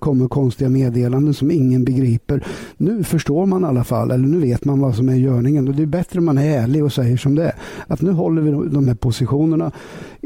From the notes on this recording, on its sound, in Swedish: Vi når per telefon i Frankrike.